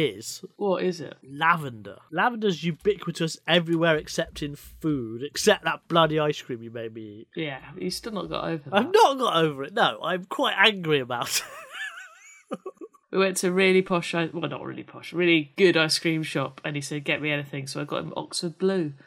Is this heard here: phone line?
no